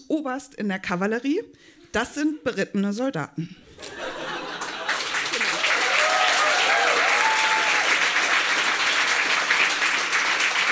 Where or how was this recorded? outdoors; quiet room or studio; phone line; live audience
live audience